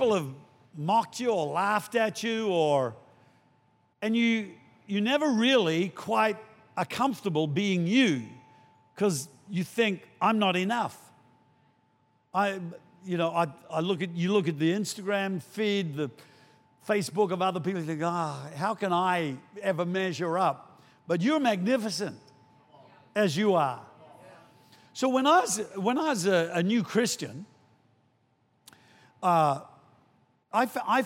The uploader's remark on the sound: Recorded during our 9am service on Sunday, the 16th of April 2023